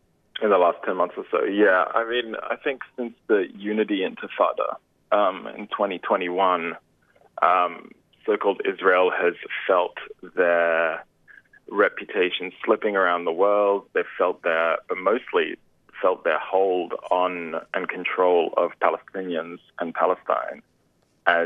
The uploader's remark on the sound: We will also be having a phone conversation with the founder of the Trasharama A-Go-Go Australian Short Film Festival.